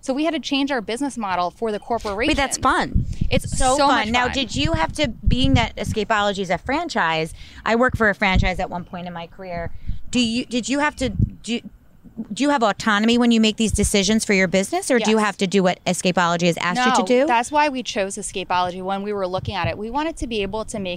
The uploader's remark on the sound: Bell Works How it WORKS Live. Chatting on the gorgeous back deck of Bell Works in Holdmel, NJ.